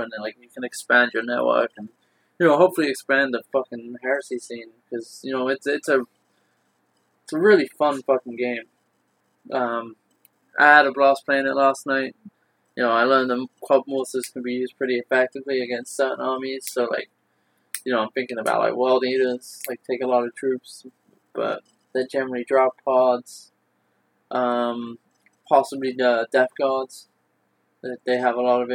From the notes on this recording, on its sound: The audio quality isn't as good in this episode due to using a single mic on site after playing multiple games.